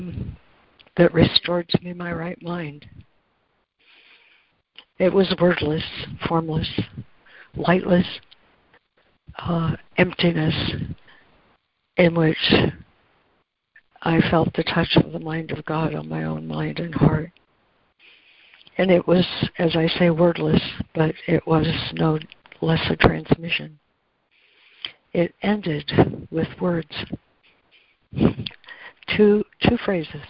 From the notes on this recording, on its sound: ACIM Daily Conference Call